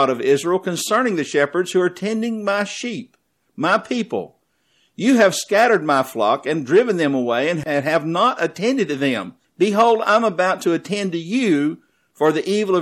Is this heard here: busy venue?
no